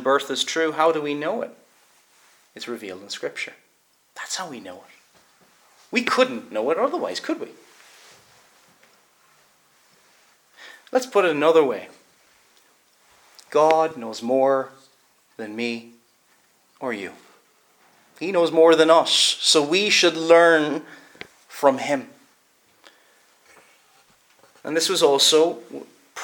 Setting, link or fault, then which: setting, large echoing room